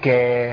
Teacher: الكاف حرف مهموس بيجري فيه النفس، لكن الصوت بينقطع في المخرج · Term: همس وشده